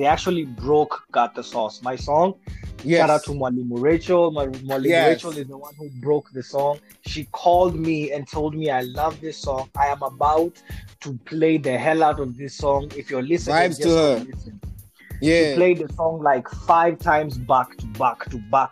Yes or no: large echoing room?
no